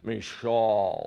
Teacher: It sounds like you're clearing your throat when you say her name. · Term: guttural sounds